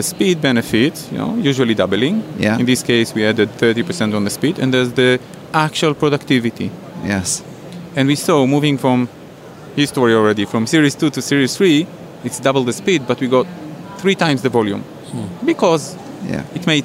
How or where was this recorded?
busy venue